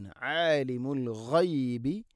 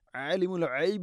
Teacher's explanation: غين തൊണ്ടയുടെ മുകൾ ഭാഗമാണ് · Shown in: first take · عالم العيب എന്ന് പറയരുത്.